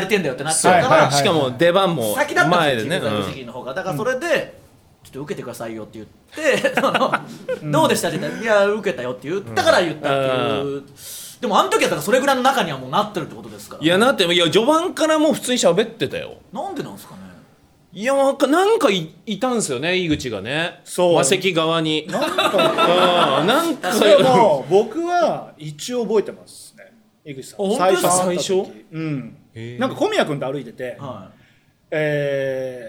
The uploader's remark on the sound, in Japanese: 公開収録